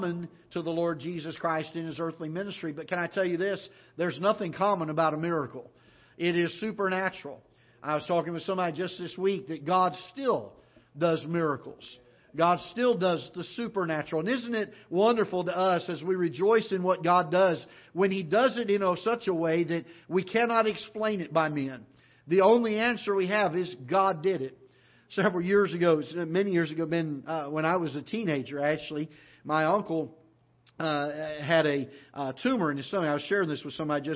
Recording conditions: large echoing room